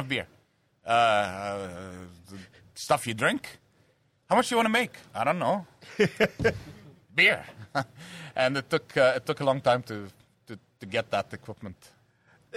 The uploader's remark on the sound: welcomes the Coolroom to Hawkers for a live show